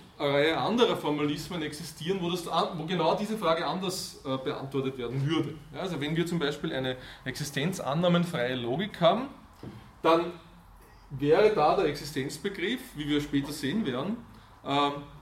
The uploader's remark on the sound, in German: Diese Vorlesung wurde von Studierenden aufgenommen